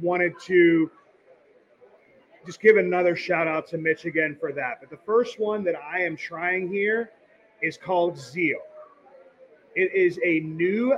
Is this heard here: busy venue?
yes